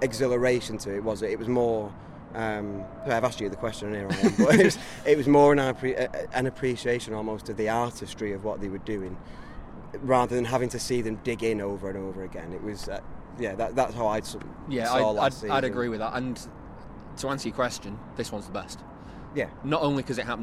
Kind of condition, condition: setting, outdoors